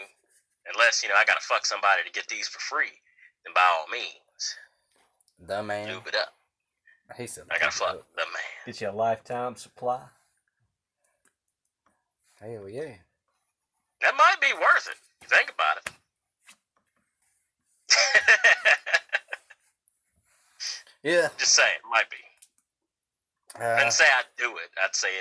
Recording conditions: poor sound quality